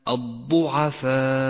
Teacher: لاحظ كم يغدو حرف الضاد حرفا قويا بصفة الاستطالة